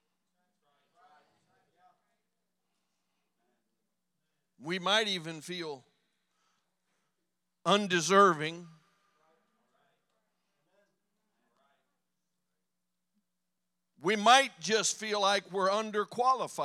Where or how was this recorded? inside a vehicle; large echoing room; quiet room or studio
large echoing room